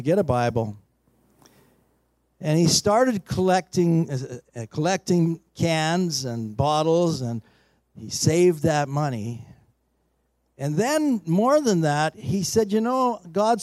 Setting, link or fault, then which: setting, large echoing room